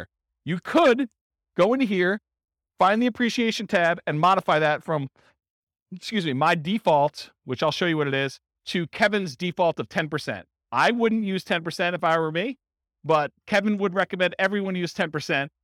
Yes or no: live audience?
yes